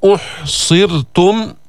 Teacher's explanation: أحصرتم راء هنا مرققة لأنها سكنت وقبلها كسر